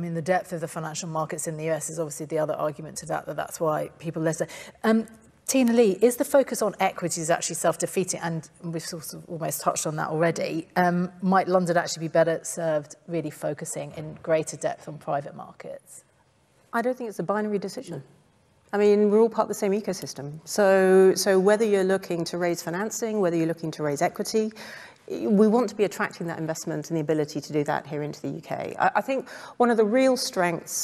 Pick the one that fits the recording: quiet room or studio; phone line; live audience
live audience